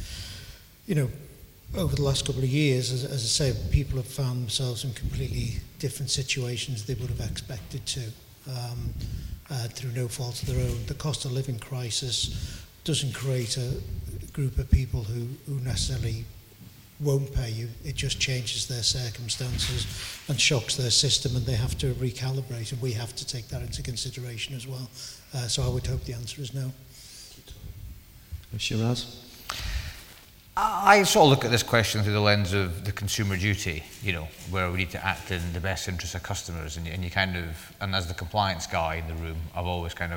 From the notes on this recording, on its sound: From our latest event, 'Shaping the Future of Collections'